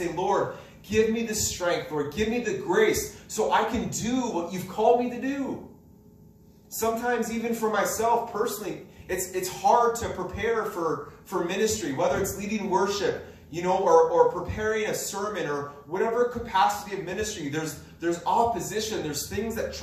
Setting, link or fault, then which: setting, large echoing room